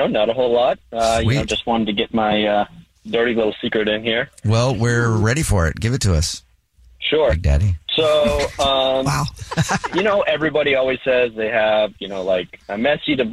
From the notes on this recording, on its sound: One of our listeners is on the phone